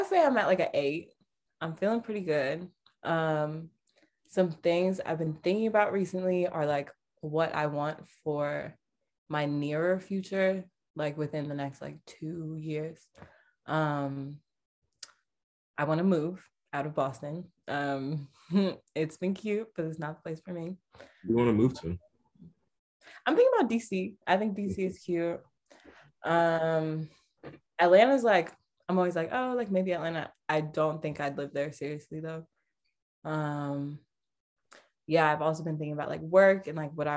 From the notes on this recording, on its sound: 10 pm on Zoom.